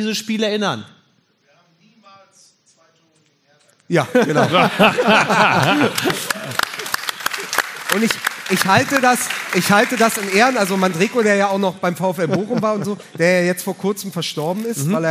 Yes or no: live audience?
yes